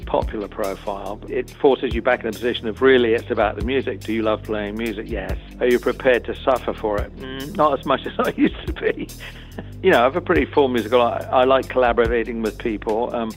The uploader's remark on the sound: speaking with the guitar great by phone